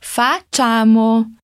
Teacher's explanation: E dessa vez temos dois Cs, então damos aquela paradinha depois do Fá. Facciamo. Os dois A's são bem abertos, tá?